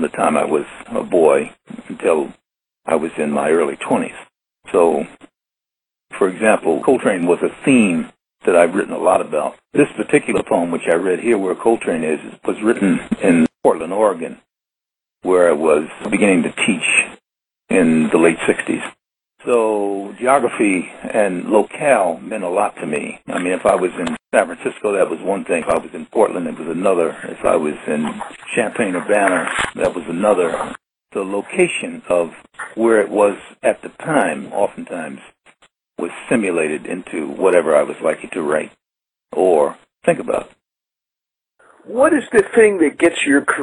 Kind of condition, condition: link, phone line